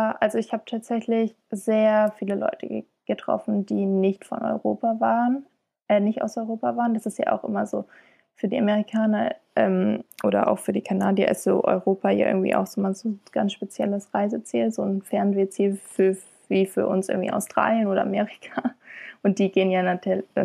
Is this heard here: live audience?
no